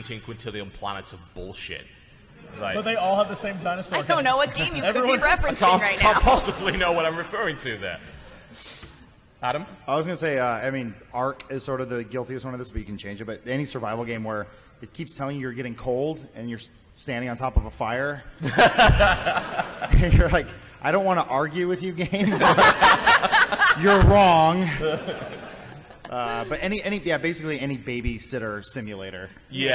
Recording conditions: live audience